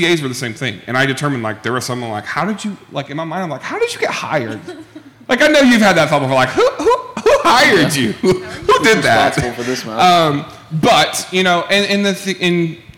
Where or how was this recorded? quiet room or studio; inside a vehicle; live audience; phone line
live audience